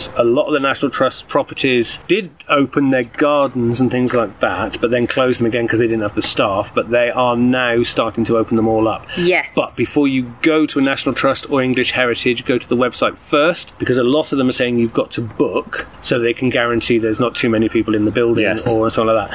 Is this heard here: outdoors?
yes